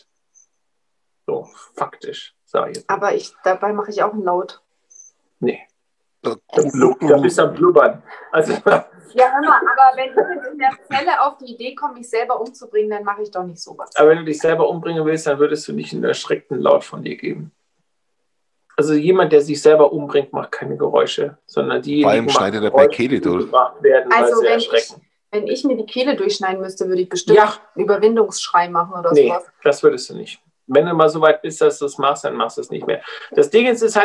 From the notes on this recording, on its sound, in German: haben wir dieses mal unser Zoom Meeting aufgenommen